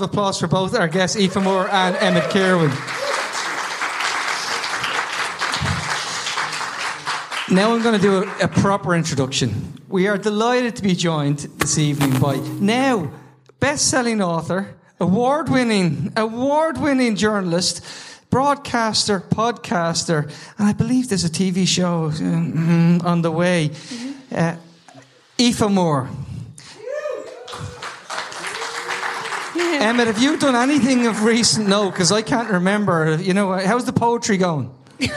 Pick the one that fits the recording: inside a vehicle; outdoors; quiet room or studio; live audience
live audience